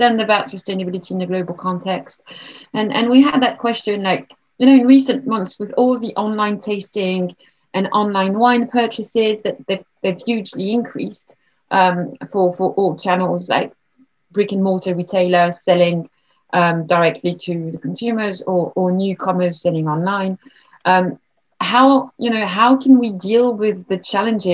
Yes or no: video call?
yes